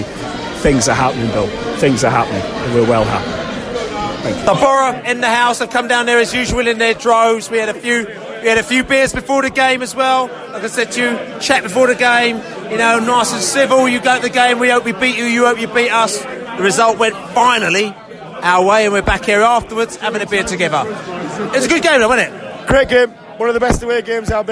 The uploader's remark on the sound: post-match podcast from the pub